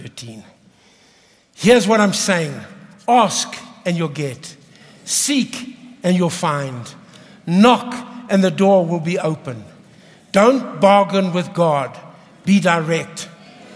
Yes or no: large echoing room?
yes